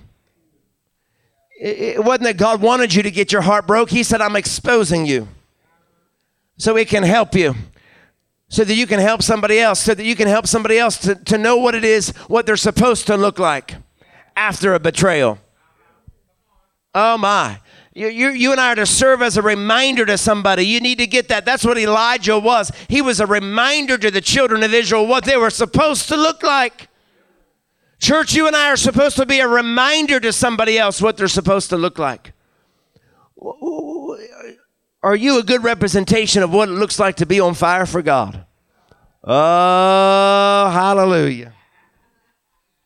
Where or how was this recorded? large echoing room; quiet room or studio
large echoing room